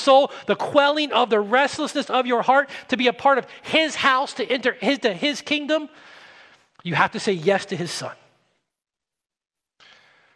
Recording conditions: large echoing room